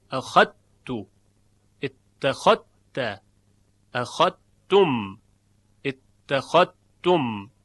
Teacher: ادغام ذال در تا از نوع ادغام کامل هست، پس هیچ اثری از حرف ذال نباید باقی بماند